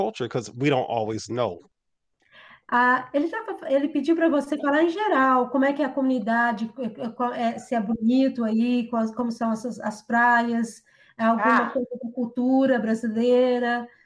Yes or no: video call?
yes